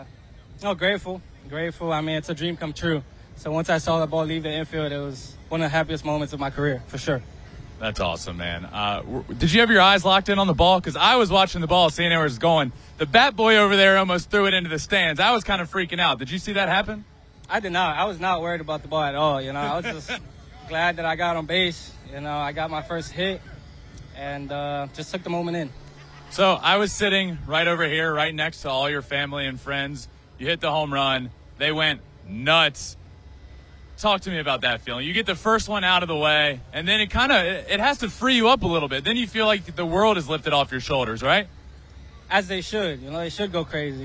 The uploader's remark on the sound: LIVE REACTION FROM ANGELS STADIUM. LIVE from Angels Stadium in Anaheim.